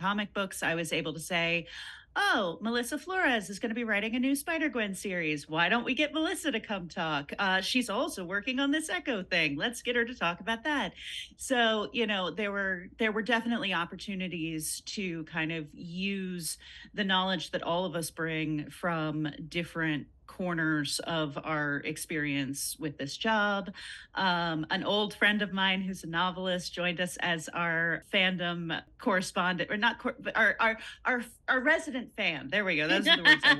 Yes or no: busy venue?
no